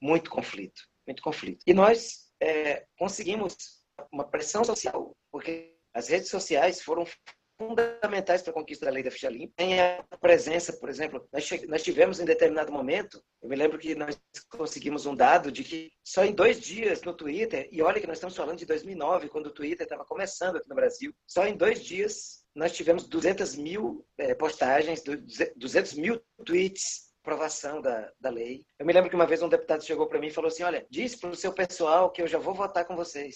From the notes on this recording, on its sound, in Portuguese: Realizou um webinar ao vivo. Aqui você pode conferir na íntegra o áudio da conversa.